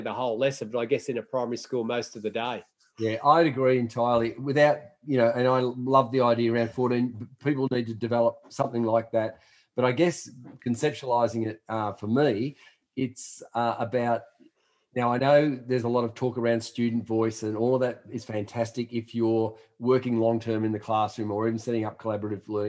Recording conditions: video call